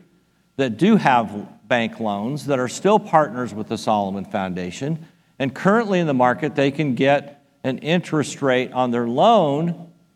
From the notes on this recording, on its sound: Delivered a powerful talk about The Solomon Foundation at our REFRESH conference in Nassau, Bahamas.